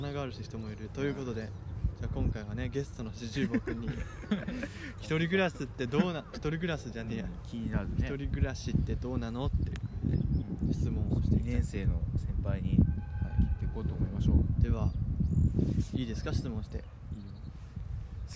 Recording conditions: wind noise